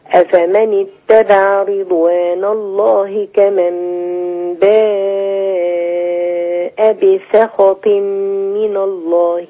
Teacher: بسخط لازم أرقق السين